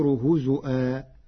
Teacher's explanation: قرأ ورش كلمة هزوا بهمز الواو فتصير هزؤا جريا على لغات العرب.